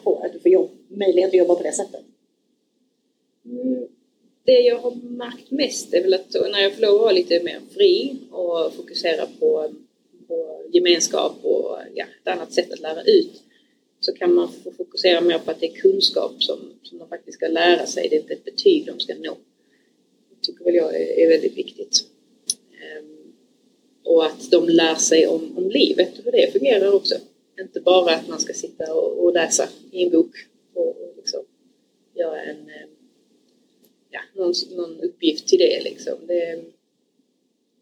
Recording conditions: background noise